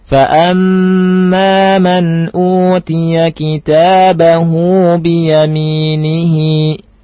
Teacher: hu hi itu panjangnya dua harokat. Ini disebut mad silah sughra atau mad silah qasira.